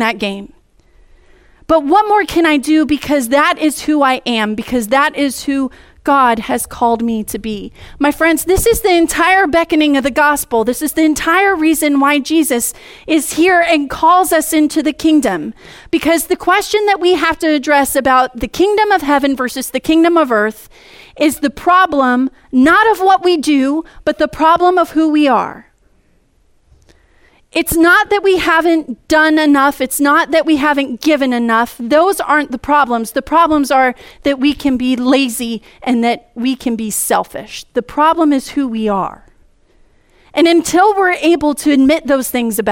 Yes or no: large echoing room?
yes